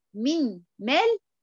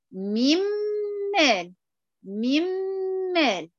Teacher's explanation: أنا دخلت النون في الميم وطرقت المخرج مرة واحدة · Shown in: second take